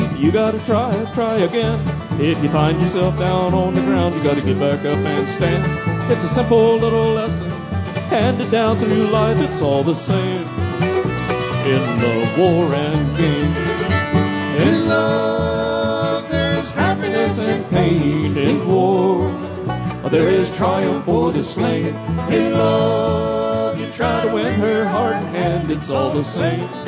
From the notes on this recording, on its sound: This show was recorded in front of a live audience at Meadowgreen Appalachian Music Park in Clay City, Kentucky.